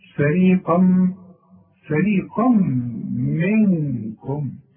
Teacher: والقاف ما دام بعدها مد بيبقى أعلى درجات التفخيم